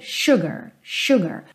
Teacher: Sugar, lembra sempre que esse S vai ter som de X, ok? E normalmente, se eu estivesse só falando essa palavra, seria sugar, sugar.